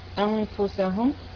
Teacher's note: النون ساكنة بعدها فاء هنا إخفاء. أنفسهم الميم ساكنة وليس بعدها ليس بعدها همز أو حرف ساكن، فتبقى يعني ساكنة.